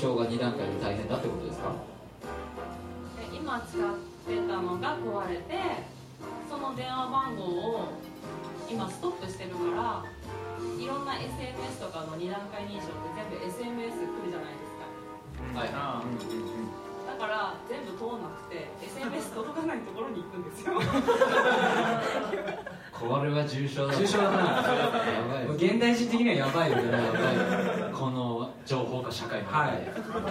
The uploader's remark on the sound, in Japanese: 行われた公開収録の模様をお届けします！当日ご来場いただいたお客様にアンケートをお配りし。